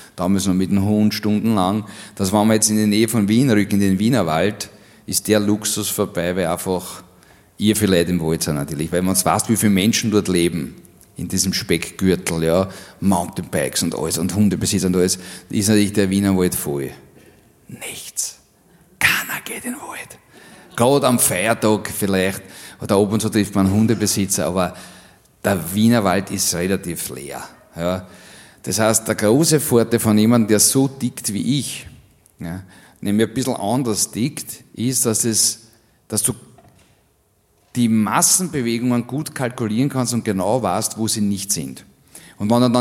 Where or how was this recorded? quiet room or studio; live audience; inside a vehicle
live audience